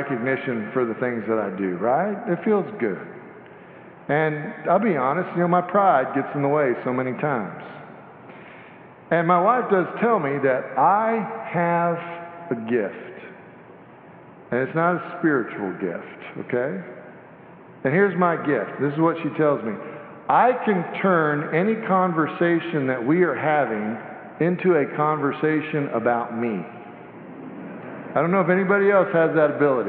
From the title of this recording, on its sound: Sanctuary Service